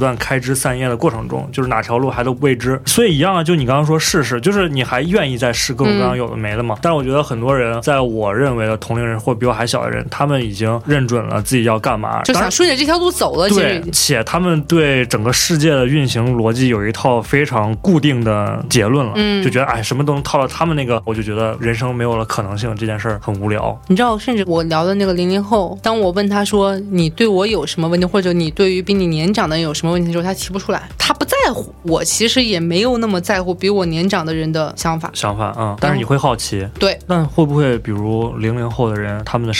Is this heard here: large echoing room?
no